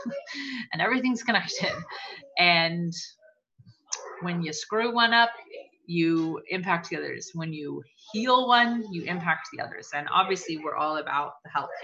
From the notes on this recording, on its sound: The final night of the cleanse series, beware this episode has LOUD background noises as we recorded at a friend's house during a massive blueberry + peach pickup!!!!!